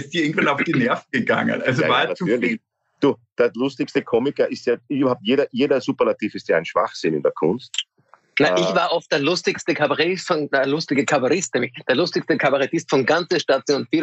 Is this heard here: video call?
yes